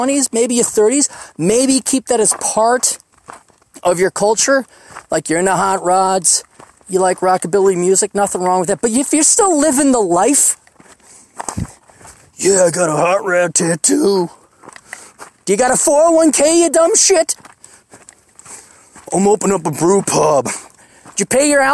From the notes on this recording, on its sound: hikes down a Black Mountain